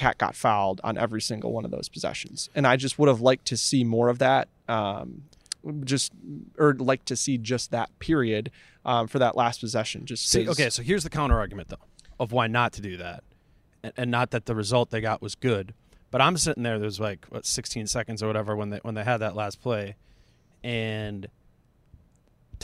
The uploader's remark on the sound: Live from Target Center for an immediate reaction to the Timberwolves overtime loss to the Spurs.